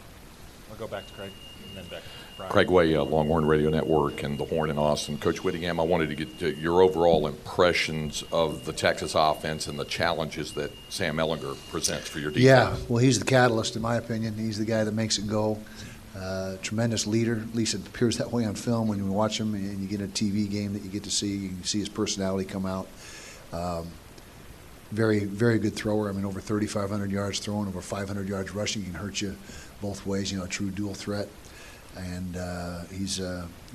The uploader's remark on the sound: press conference ahead of the Valero Alamo Bowl Tuesday night